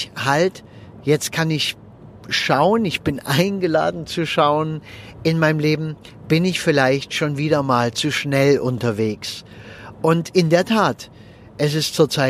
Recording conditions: inside a vehicle